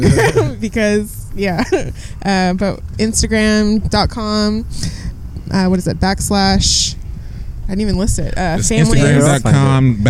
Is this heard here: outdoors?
yes